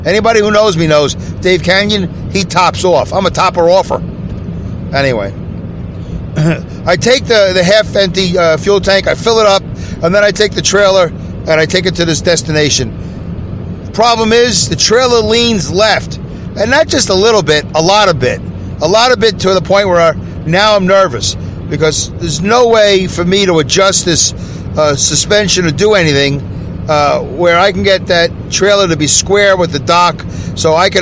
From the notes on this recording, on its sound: Listen as I record my show from my car as I drive to and from work.